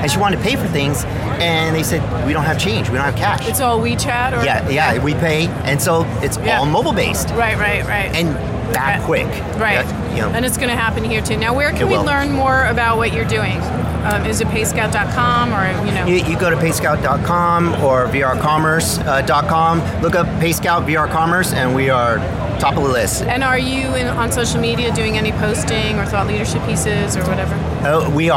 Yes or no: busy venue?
yes